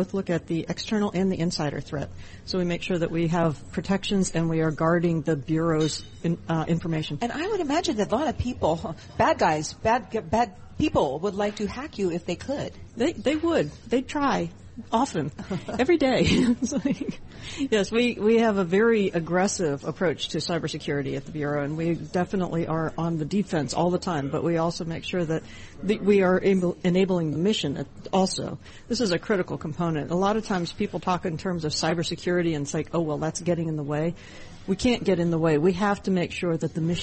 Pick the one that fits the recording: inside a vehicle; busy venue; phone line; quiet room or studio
busy venue